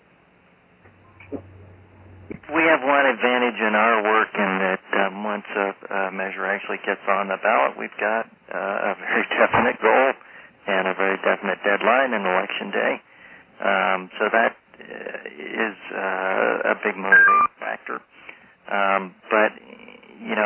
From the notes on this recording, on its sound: Call recorded on March 10, 2011.